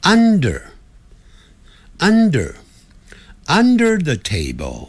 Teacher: under 有一个 r 卷舌音在句这个词尾啊